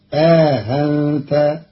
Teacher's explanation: قرأ قالون كلمة أأنت بتسهيل الهمزة الثانية بينها وبين الألف مع إدخال ألف بين المحققة الأولى والمسهلة الثانية، فتصير آهنت، وهي في إحدى لغات العرب.